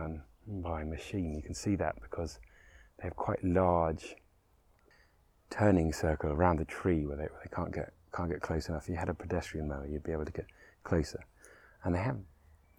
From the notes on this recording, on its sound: Roving Episode. Special on location recording that starts deep in the beach woods and bursts into the orchard.